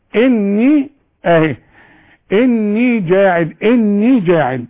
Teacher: أنا بغن النون حركتين